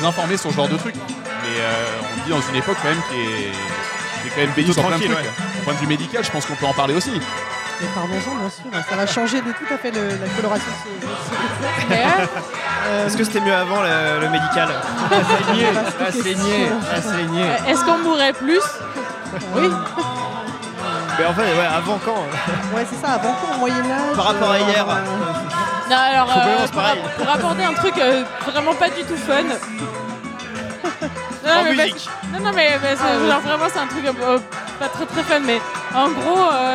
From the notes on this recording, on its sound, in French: Merci également au bar Dans la foulée (Paris 20) de nous avoir permis d'enregistrer chez eux ! Merci également au bar Dans la foulée (Paris 20) de nous avoir permis d'enregistrer chez eux !